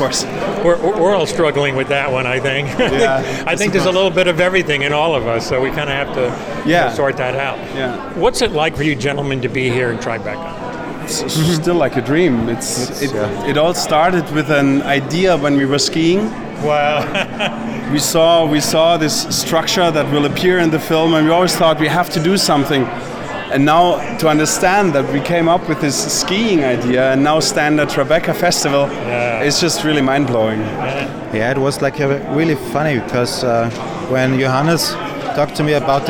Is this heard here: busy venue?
yes